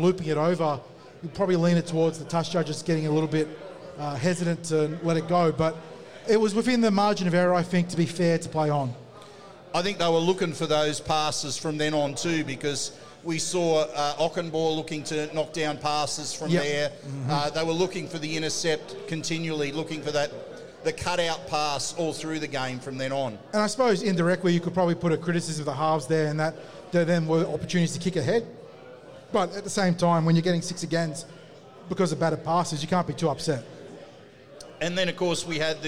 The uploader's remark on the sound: The Tip Sheet is live from Jacks Bar & Grill